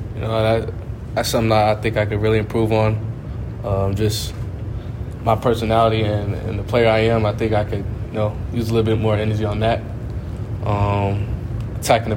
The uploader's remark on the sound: recorded at the 2023 NBA Las Vegas Summer League